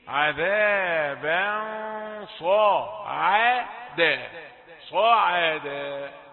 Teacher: الغنة يأتي فيها تفخيم، عذابا صعدا. عذاب الباء رقيقة، هي ما تقولش عذابا وتقول انا بفخم، لا لا تفخم الباء، لكن فخم التنوين